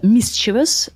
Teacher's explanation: So the stress is... on the first syllable